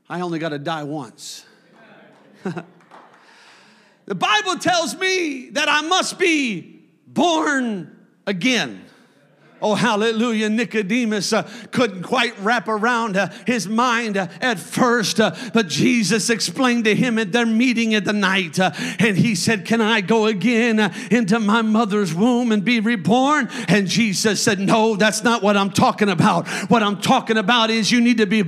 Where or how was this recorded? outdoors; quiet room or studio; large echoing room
large echoing room